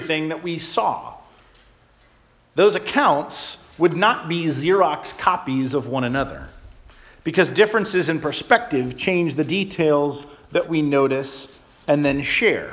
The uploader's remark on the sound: Charles Anglican Cathedral, Bremerton, WA.